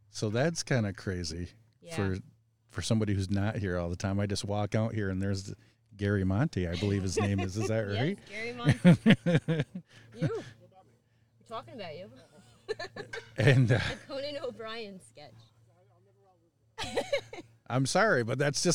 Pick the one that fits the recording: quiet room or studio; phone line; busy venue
busy venue